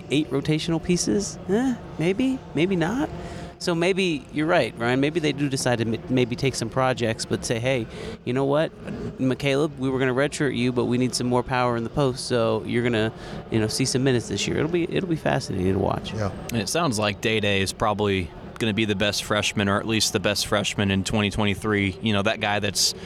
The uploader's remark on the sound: The annual Big 12 Media Days event in Arlington, Texas, and the Powercat Podcast crew is inside AT&T Stadium with the latest.